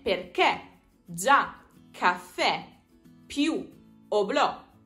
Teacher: In particolare, hanno l'accento grafico le cosiddette parole tronche, cioè quelle parole in cui l'accento tonico cade sull'ultima sillaba